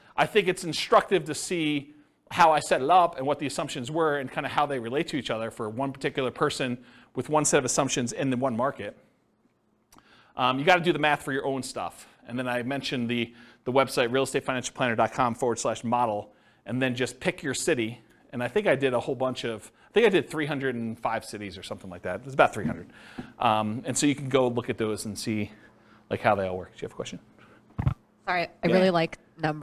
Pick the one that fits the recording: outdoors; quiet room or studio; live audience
live audience